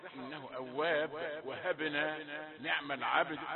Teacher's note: القلقلات واضحة إنه أواب وهبنا نعم العبد، قلقلة في الباء والدال عند الوقف